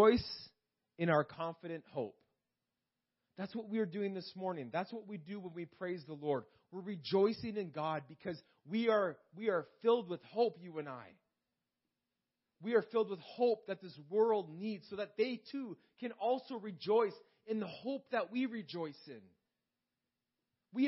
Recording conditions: large echoing room